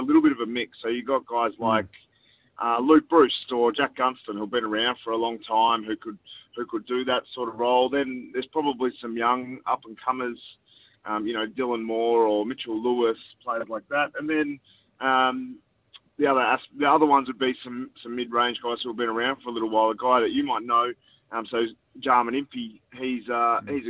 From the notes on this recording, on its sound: called in to talk